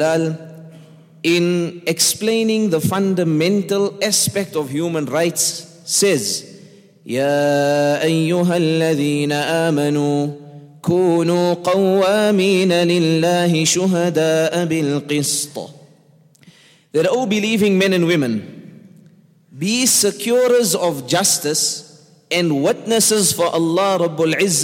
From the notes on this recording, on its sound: at the Houghton Masjid (West Street)